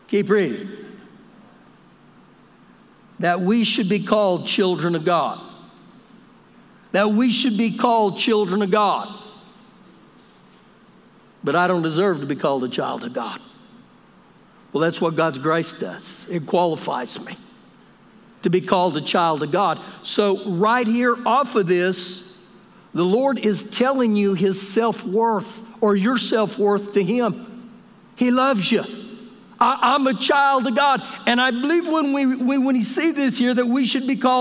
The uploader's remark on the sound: Recorded live during our Sunday morning service